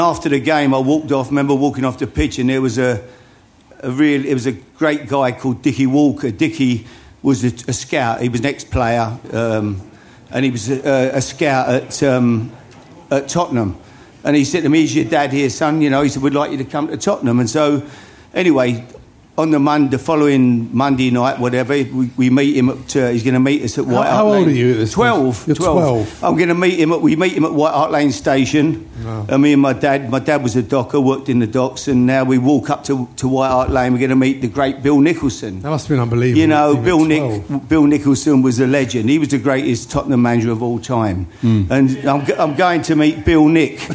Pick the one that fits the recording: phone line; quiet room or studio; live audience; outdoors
live audience